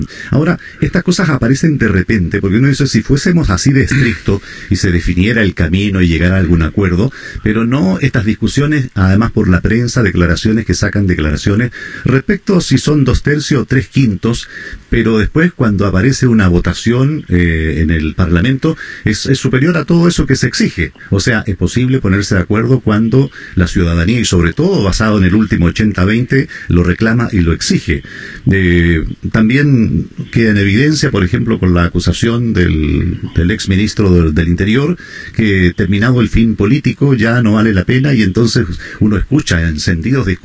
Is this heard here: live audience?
no